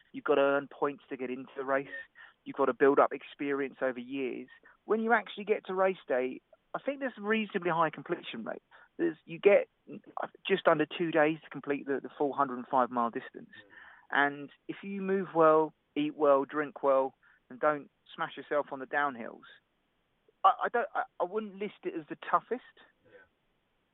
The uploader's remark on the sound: so we got him on the phone